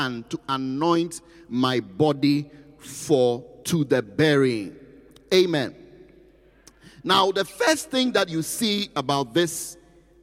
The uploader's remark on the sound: Preached at the Qodesh